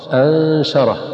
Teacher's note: ثم إذا شاء أنشره، أنشره، فالنون هنا مخفاة لأنها نون ساكنة أتى بعدها شين